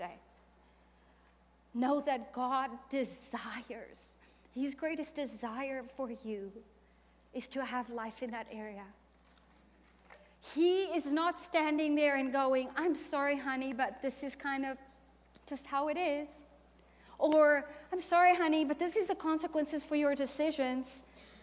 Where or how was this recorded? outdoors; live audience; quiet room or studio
live audience